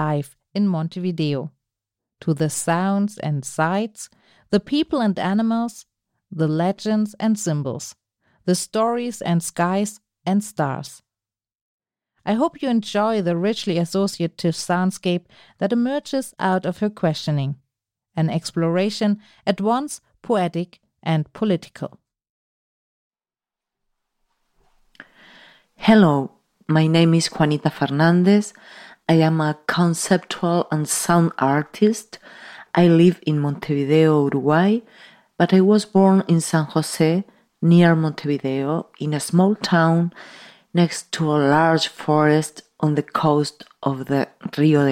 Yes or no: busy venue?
no